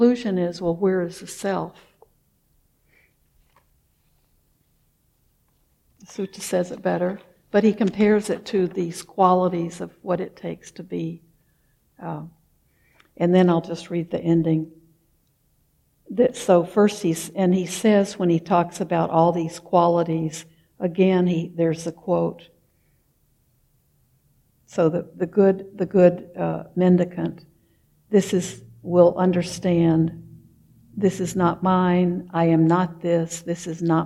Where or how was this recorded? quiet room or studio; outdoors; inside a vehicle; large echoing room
large echoing room